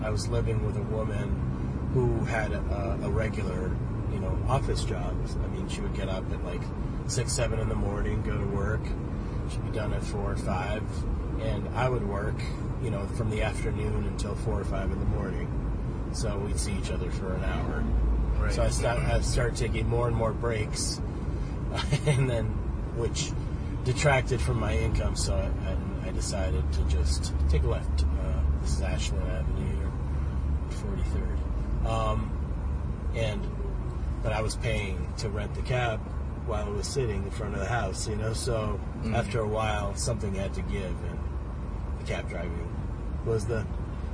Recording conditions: inside a vehicle